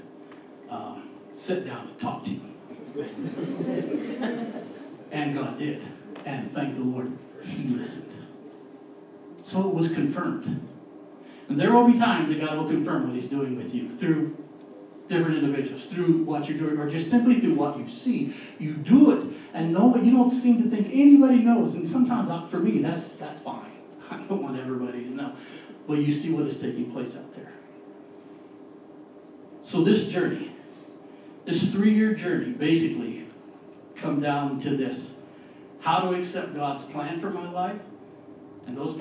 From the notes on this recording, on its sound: We had a little mishap with the audio this week